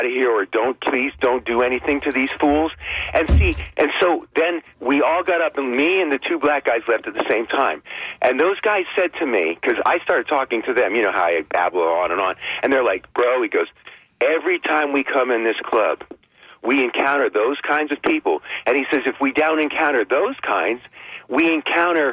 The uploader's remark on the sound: unique magazine format call-in show